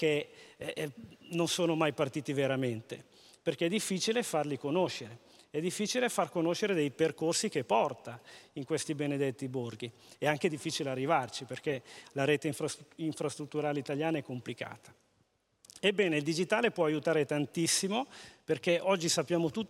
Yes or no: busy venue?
yes